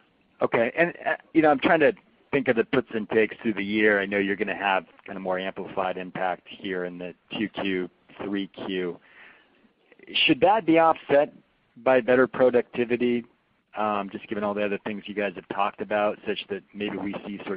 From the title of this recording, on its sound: Apogee (APOG) Q1 2020 Earnings Call